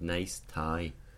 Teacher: Because tie is going to be more I, and nice, because it's got the S, nice is going to be much further forward. · Term: first element